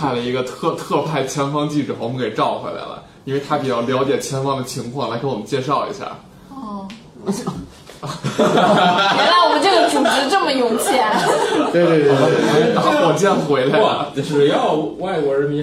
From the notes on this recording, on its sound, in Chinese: 本期节目为在张大妈办公区用录音笔录制，可能有街道上的杂音，请见谅。